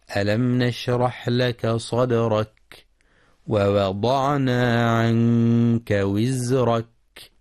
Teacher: ينتبه القارئ لإظهار الميم الساكنة إظهارا شفويا في ألم نشرح، ولبيان همس ورخاوة الحاء في نشرح، كما يراعى ترقيق الدال في صدرك والحذر من تفخيم الدال.